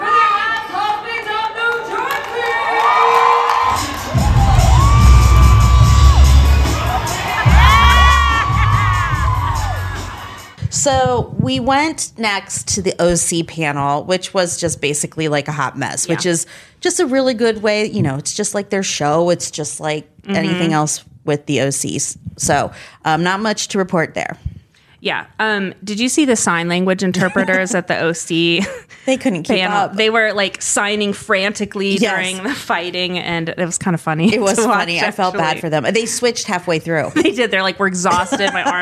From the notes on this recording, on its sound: report live from BravoCon!